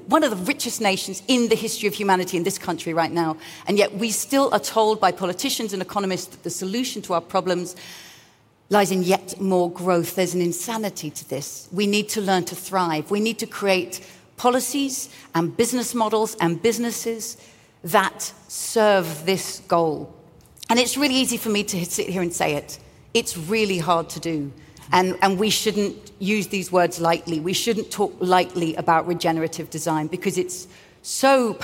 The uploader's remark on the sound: Recorded at Summit 22. This is first in a series of podcast episodes recorded at Summit 22 — the Ellen MacArthur Foundation's flagship annual event — which brought together business leaders, policymakers, innovators, and global changemakers.